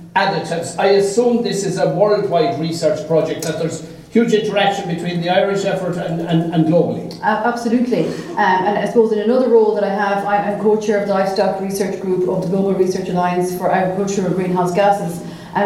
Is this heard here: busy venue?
yes